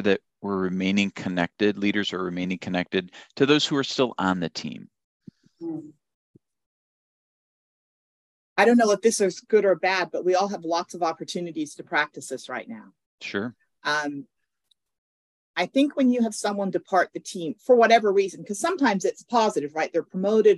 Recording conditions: video call